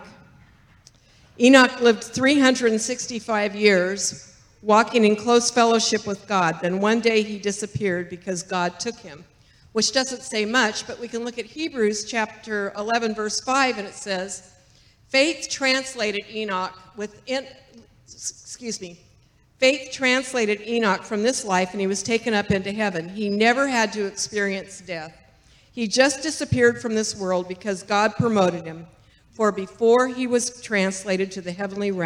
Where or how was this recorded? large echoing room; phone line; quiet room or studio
large echoing room